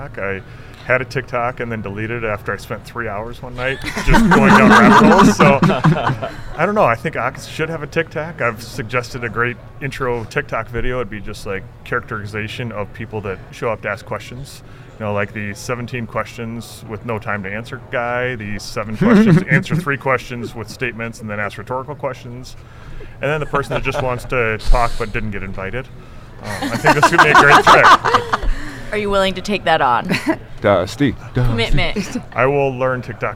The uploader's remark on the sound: Recorded at the 2021 AAHKS Annual Meeting in Dallas, Texas